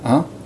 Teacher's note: in English, of course, it sounds a little more nasalized and with a less clear fricative at the beginning, so you don't quite go ha, but more like ah.